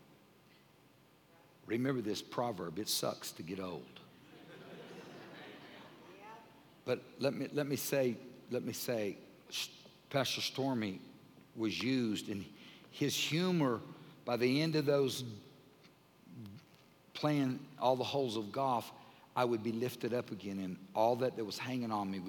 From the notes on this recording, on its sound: Recorded live during our Sunday service on 07-13-2020